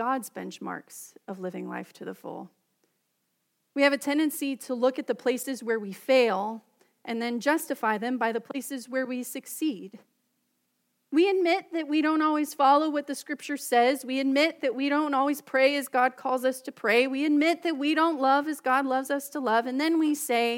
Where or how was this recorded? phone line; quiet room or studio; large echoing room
large echoing room